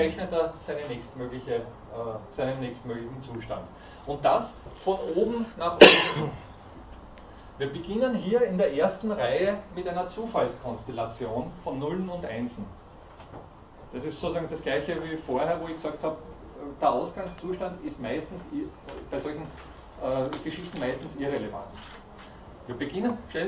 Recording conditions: large echoing room